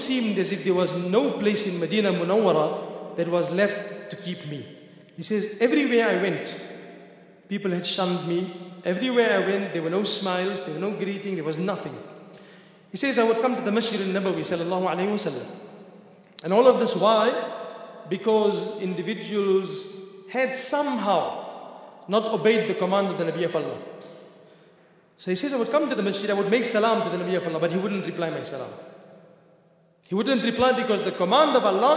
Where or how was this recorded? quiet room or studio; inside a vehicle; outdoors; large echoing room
large echoing room